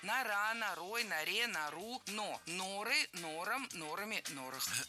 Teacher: Нору – это правильно, а вот нору все-таки говорить не стоит. Перед нами существительное, в котором ударение в единственном числе падает на окончание, а во множественном – на корень.